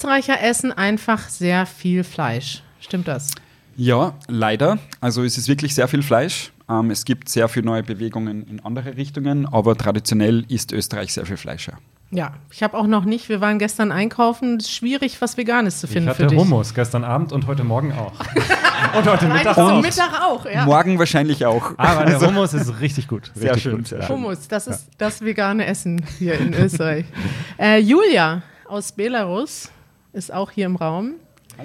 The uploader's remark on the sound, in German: Wir sind in Wien und podcasten live vor Publikum.